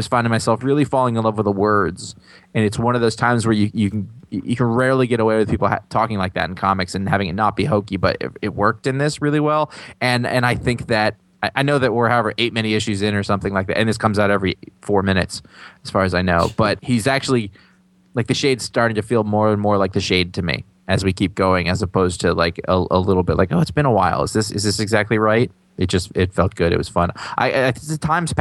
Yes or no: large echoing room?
no